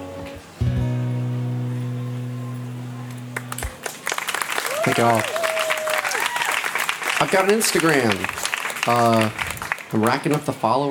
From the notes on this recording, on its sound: Recorded live at Late at the Lake, at Mozart's Coffee Roasters in Austin, Texas.